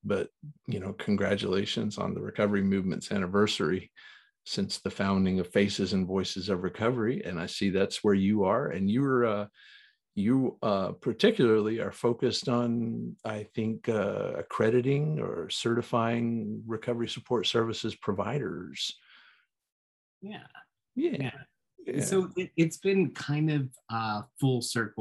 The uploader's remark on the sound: Recorded 11.22.2021 from Raleigh, NC & Austin, TX on Zoom